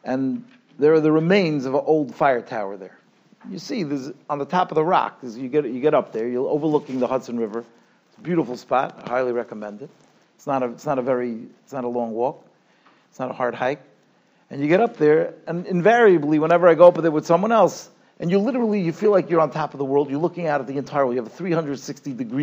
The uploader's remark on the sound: Shiur recorded in Yeshivas Ohr Reuven, Monsey, NY.